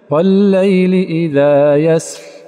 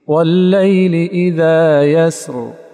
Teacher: لا بد من استجلاب الجهر ثانية بعد انقطاعه في السين · Shown in: second take